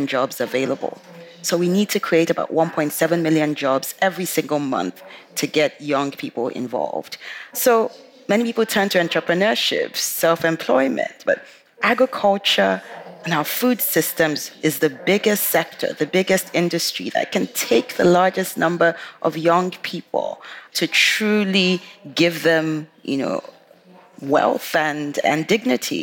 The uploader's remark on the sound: This Nordic Talks episode is the last of five special podcast episodes, recorded at COP28 in Dubai.